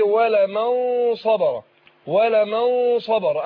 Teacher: أنا بفخم الغنة هنا عشان بعد النون الساكنة حرف من حروف الاستعلاء وفي نفس الوقت حرف إخفاء